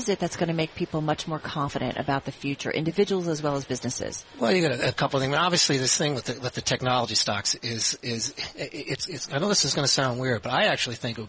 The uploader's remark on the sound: From the Greater Boston Chamber of Commerce Annual Meeting.